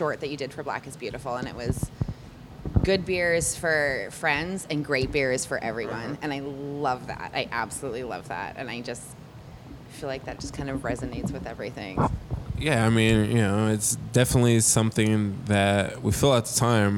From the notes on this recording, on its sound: We're here LIVE at the 18th Annual Hop & Brew School , hosted by Yakima Chief Hops (YCH)! We're here LIVE at the 18th Annual Hop & Brew School , hosted by Yakima Chief Hops (YCH)!